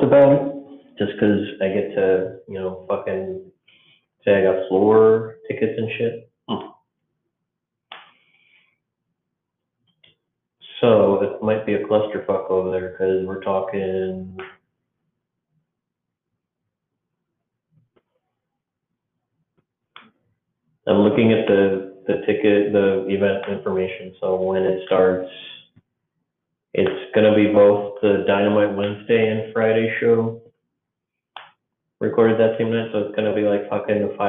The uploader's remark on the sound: Apologies for the audio quality. If you turn it up you can hear me fine. I tried recording using the computer mic and my earbuds.